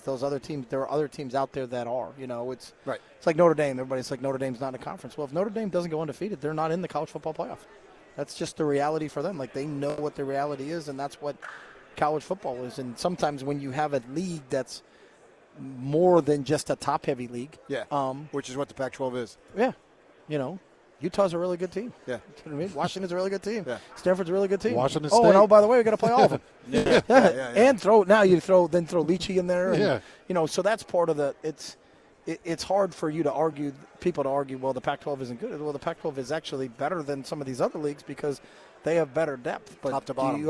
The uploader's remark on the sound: live from Pac-12 Media Day